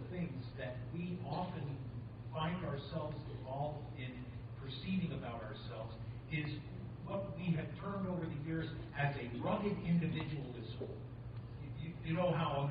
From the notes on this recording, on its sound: Thank you for your patience as we are still having recording issues. You may need to turn up the volume on this one.